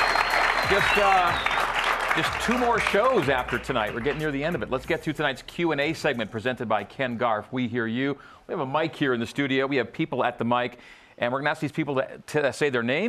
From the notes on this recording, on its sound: A live audience in Studio C.